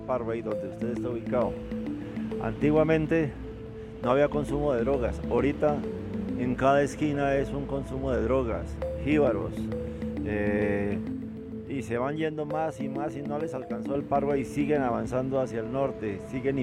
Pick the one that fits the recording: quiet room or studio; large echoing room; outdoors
outdoors